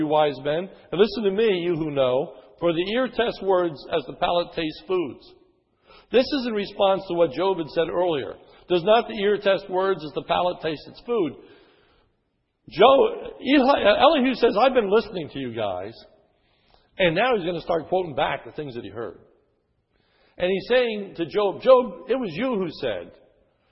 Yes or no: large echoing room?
yes